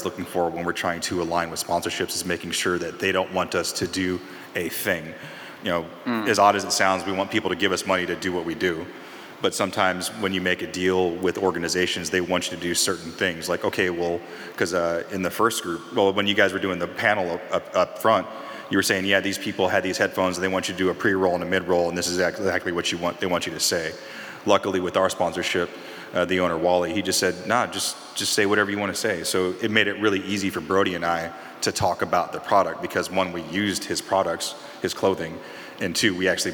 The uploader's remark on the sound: Live From Dayton Podfest. Spoke in front of a crowd.